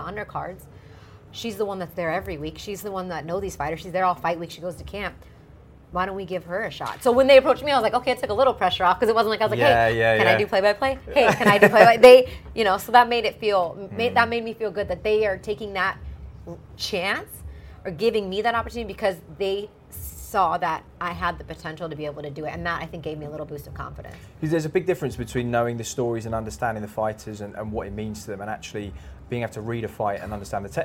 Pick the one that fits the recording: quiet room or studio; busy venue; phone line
busy venue